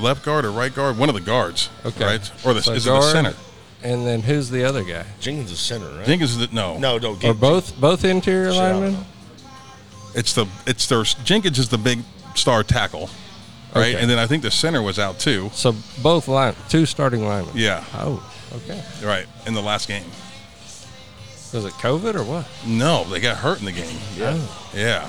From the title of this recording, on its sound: Live at Clark Crew BBQ